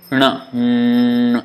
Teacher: That is a nasal sound. That's why it comes out of the nose